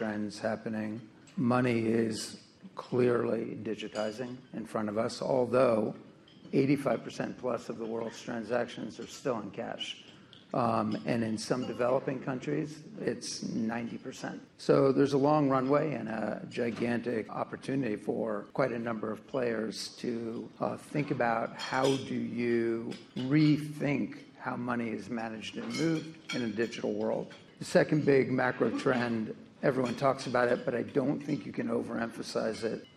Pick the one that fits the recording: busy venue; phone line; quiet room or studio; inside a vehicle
busy venue